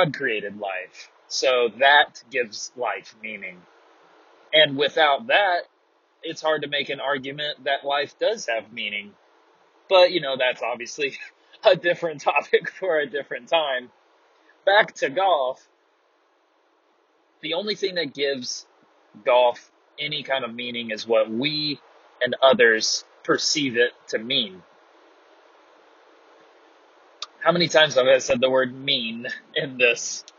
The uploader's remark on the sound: Pardon the horrendous sound quality. Sometimes you're just driving down the road with headphones.